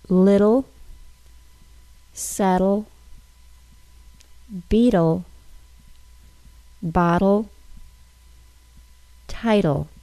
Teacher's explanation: examples of the T sound turning into a quick D sound due to the combination of a vowel sound, T or TT spelling, and then syllabic L.